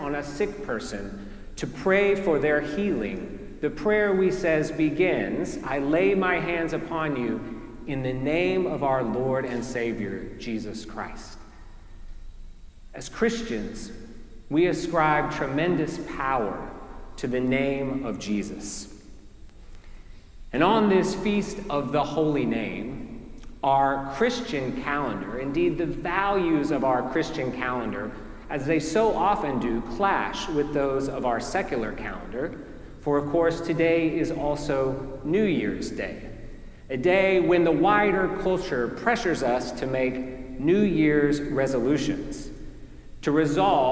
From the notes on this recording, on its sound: Preached at our celebration of the Holy Eucharist on the Feast of the Holy Name.